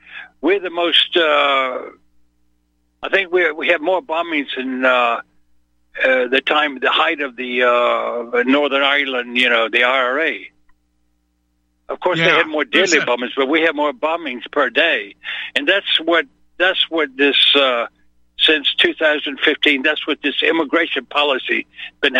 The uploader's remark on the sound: opens phone lines for callers